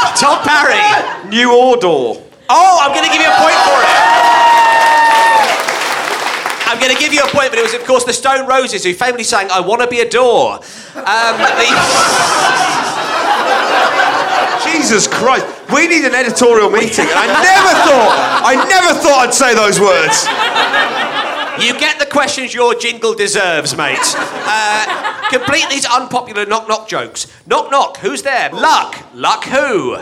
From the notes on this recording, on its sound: A very fun, very ramshackle episode recorded at the Laugh Out London comedy festival. It is so jam-packed that at one point the recording device breaks down.